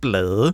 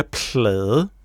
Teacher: Luften fra p'et kommer med over i l'et. · Shown in: second take · Ja. Så vi har faktisk den lyd.